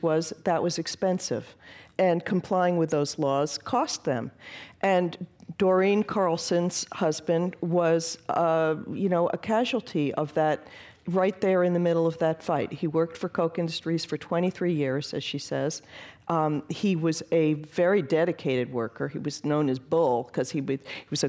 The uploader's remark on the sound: Portions of this program were recorded at The Commonwealth Club in San Francisco, CA.